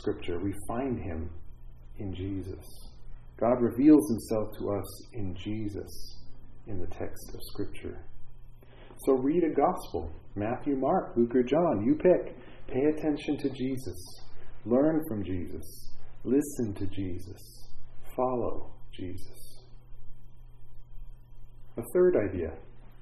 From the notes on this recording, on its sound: This is the audio of the Sunday morning chapel service for Sunny View Manor